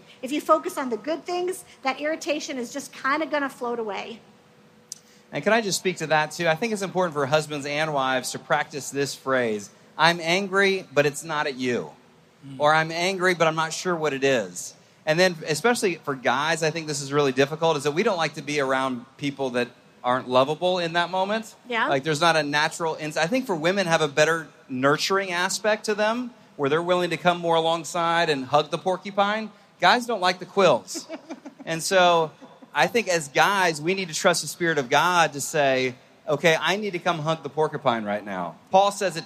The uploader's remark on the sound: Gathered from a live audience at FamilyLife's Love Like You Mean It cruise.